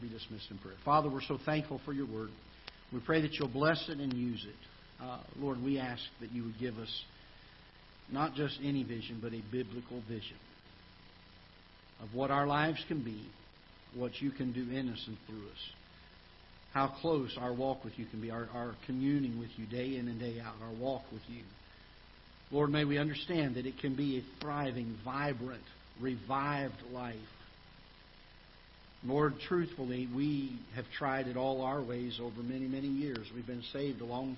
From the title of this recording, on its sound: Ketha Heights Baptist Church ~ Live Broadcast